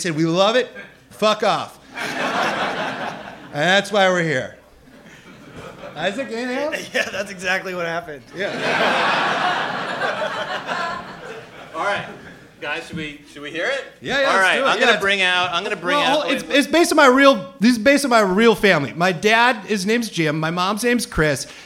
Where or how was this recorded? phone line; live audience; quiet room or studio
live audience